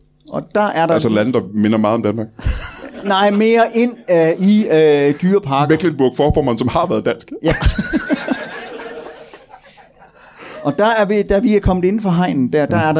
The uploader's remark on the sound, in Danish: LIVE fra 27b i Kolding. Optaget foran et mageløst levende publikum.